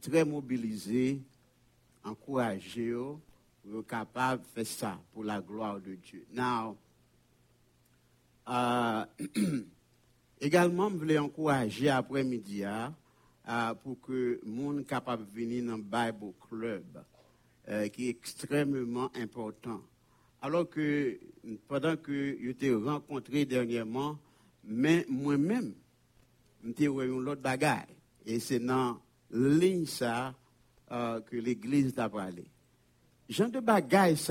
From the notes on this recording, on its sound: Sunday Service Live.